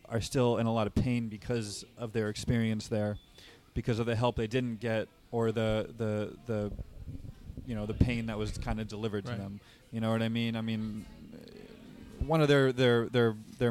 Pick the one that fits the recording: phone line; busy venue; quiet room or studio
busy venue